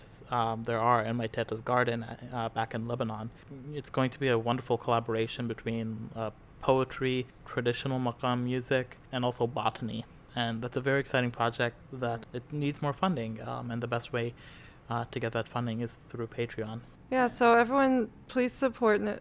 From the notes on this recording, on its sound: This episode is from the Yallapunk festival (year 3).